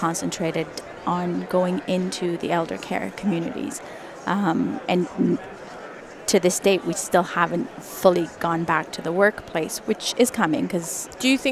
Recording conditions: busy venue